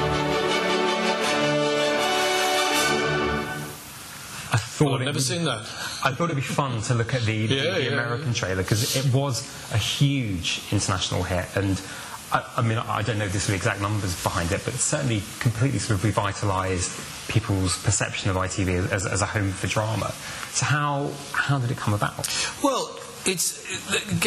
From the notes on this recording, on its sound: Recorded Live At Belfast Media Festival.